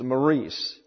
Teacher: accent on the last syllable